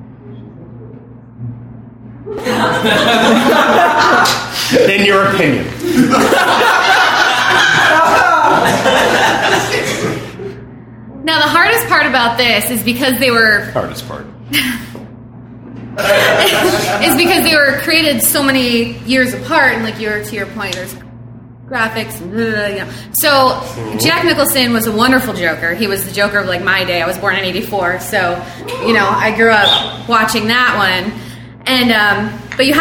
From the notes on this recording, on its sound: Recorded at Packrat Comics in September of 2016